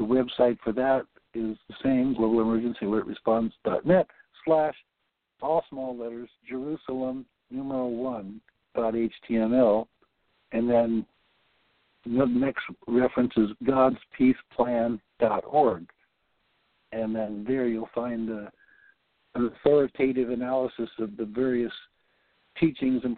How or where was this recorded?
phone line